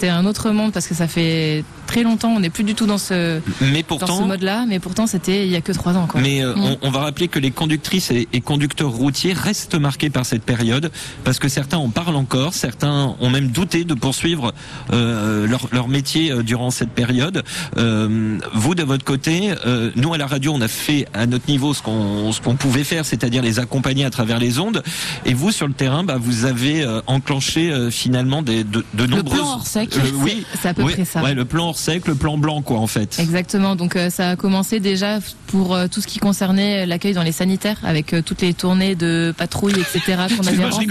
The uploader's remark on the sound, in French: Sur la route vers le salon Solutrans, qui se tient à Lyon, nous avons fait une halte sur l'aire de services de Saint-Rambert d'Albon, sur l'A7. Sont allés à votre rencontre et vous avez été nombreux à vous arrêter pour participer à l'émission, en direct.